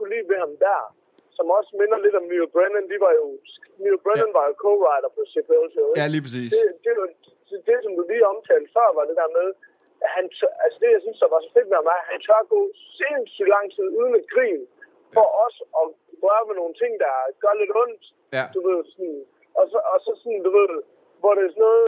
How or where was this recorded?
inside a vehicle